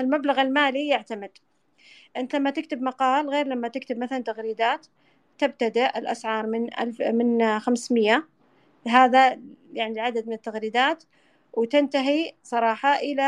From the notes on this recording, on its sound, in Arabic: تسجيل لمساحة ابن رشد الأسبوعية على منصة تويتر.